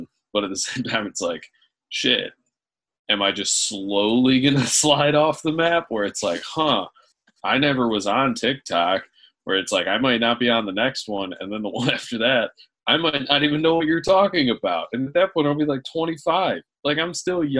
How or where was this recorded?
video call